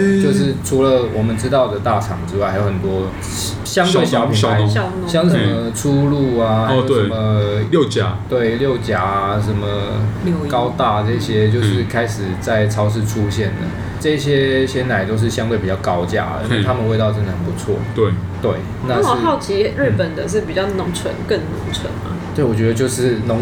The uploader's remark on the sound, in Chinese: 本集白噪音指數：蚊風級 1/5。錄音地點： Wine Café。